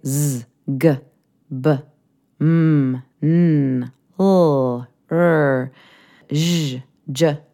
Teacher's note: And again, you can put your hand right on your throat and your vocal cords, and you can feel the vibration whenever you say these sounds · Term: voiced consonant